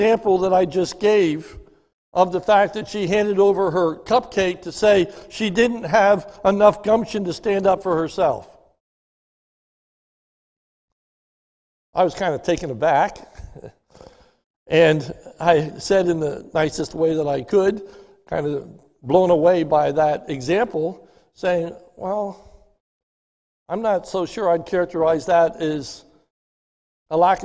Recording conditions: large echoing room